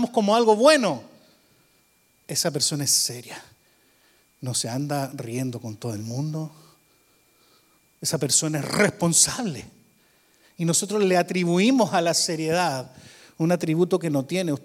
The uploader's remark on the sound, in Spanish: Grabado en vivo en iglesia Visión Mundial Para la Familia, Arlington, Texas, USA.